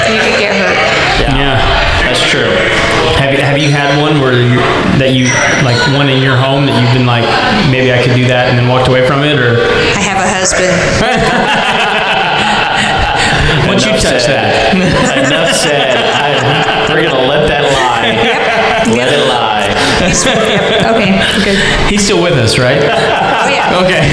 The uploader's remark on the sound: That time we did a live show